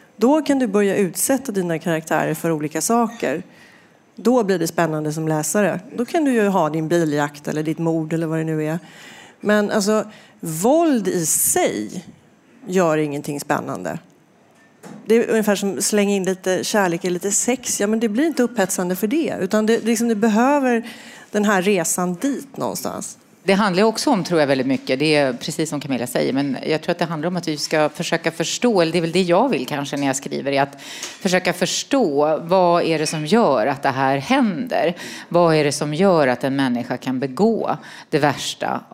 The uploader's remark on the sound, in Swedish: liveinspelning i Brasseriet